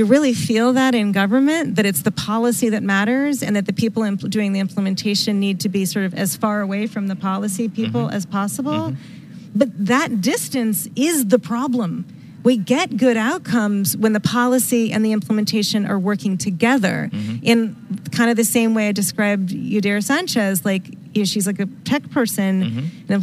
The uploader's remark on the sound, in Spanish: EN VIVO desde el Data & Innovation Symposium en el Centro de Convenciones de Puerto Rico.